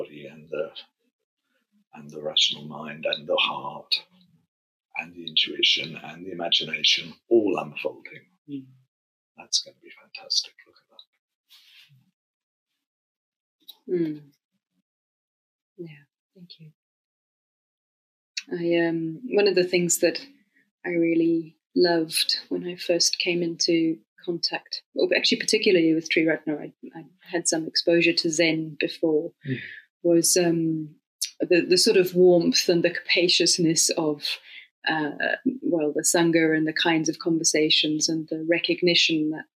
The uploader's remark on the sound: the sound quality isn’t as good as we would have liked